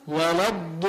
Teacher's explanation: إياك واحذر أن تجعل ضالا قبل الضاد، يعني مثل ما بعض الناس بيقول ولد بيبقى فيه تحت امه ولد ضاء، إذا قال ولد بعدين طلع بضاء عم بيجيب دال بعدين عم بيجيب ضاد مشددة، ما بصح. بده من اللام المرققة ينتقل فورا للضاد المفخمة